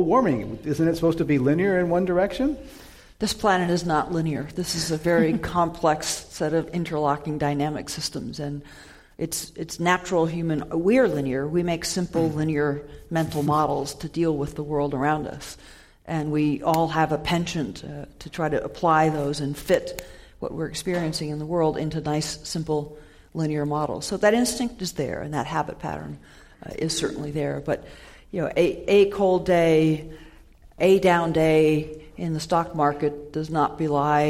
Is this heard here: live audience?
yes